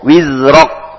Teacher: Ro huruf tebal dibaca O. Vokalnya huruf O. Wizrok. Kemudian kaf di ujungnya.